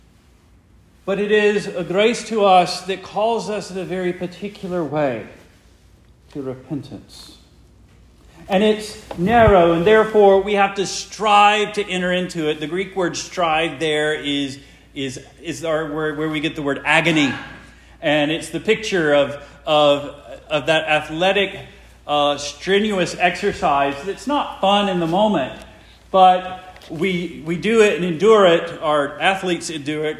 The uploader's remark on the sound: Preached the morning of September 3, 2023, for the Heidelberg Presbyterian Church in Heidelberg, Mississippi.